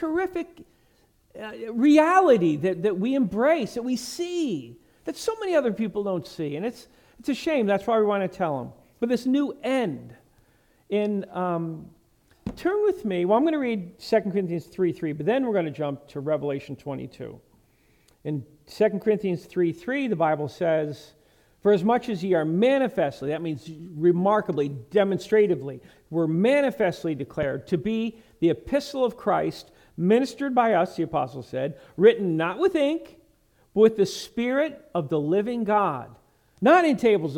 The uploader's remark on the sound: Message preached at Lighthouse Baptist Church in Schenectady, New York.